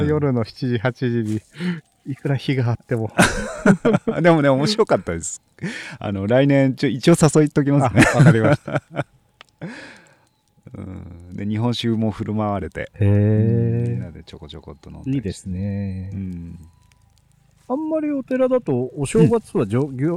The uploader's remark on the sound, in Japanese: 焚火ラジオ初のリアルな焚き火の前での収録。冬の焚き火は心地よい。